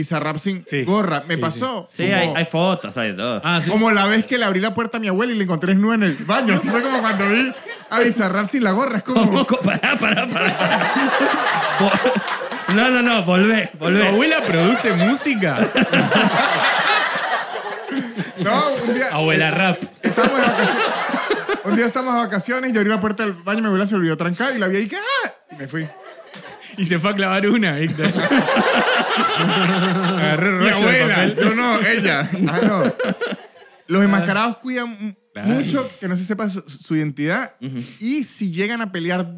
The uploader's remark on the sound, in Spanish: Estamos EN VIVO en TEATRO BORDER.